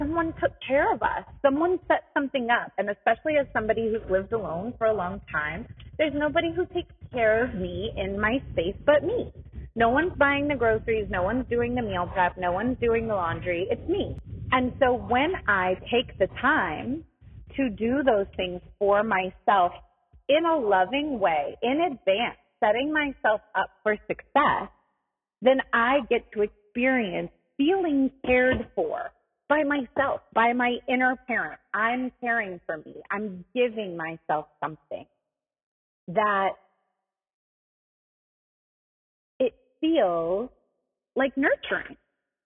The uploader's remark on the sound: This episode has some rough audio quality